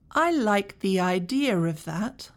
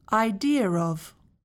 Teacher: Could you hear the R ah sound that was added when idea and of come together?